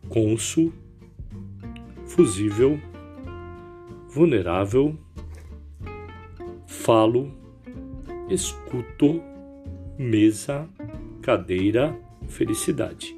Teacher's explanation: paroxítonos, sílaba tônica na penúltima sílaba.